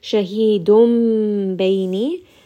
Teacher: This is going to be iqlab. We are going to change that noon sound into a meme. We also see there is that small meme.